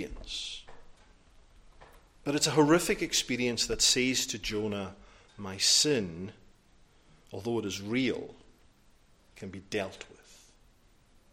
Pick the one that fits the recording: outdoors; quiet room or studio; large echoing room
large echoing room